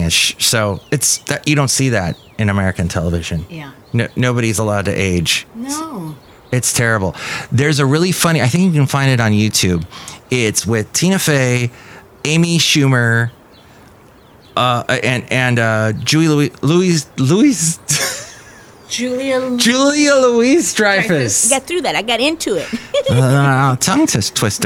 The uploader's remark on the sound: podcasts live from Café Anyway